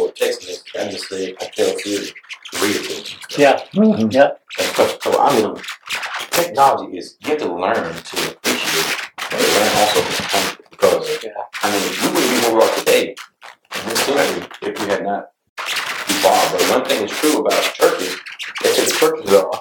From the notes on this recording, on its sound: Headphone warning! Audio is fuzzy, please listen at a low volume!